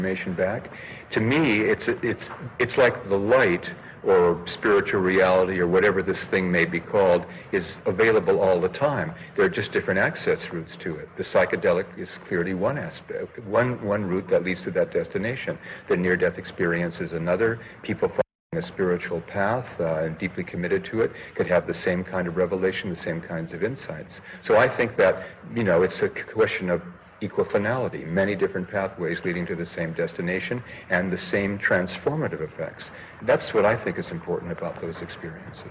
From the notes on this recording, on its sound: This video was created shot on location in Prague, Czechoslovakia during the International Transpersonal Conference in June 1992, known at Prague Gnosis .